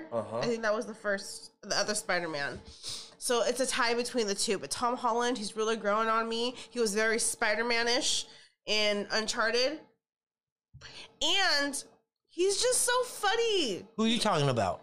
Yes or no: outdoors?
no